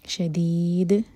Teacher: دال پر رکیں گے تو دال پر قلقلہ